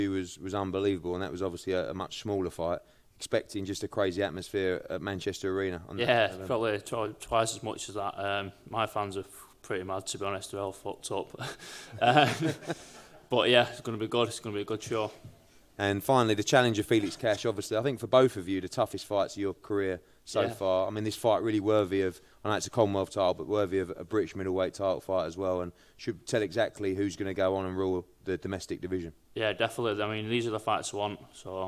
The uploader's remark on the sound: Nov 2 launch press conference